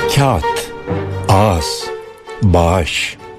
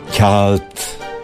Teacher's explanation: Yani yumuşak G'yi söylemeyip ondan önceki ünlüyü bir değer uzatıyoruz. Ka ardından gelen ı'yı bir değer olarak ardına ekliyoruz.